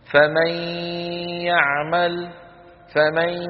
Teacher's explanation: إذا لما ندغم النون الساكنة والتنوين في الياء يبقى من النون غنتها · Term: حالة الإدغام